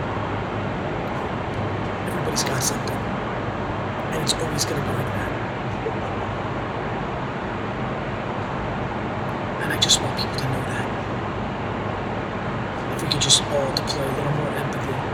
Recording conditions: phone or laptop microphone